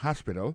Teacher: accent tombe sur premier syllabe, il y a trois syllabes